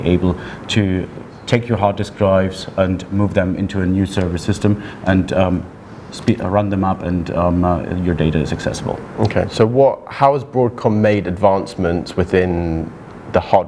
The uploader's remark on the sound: we are at a Broadcom Partner event just outside of Munich, Germany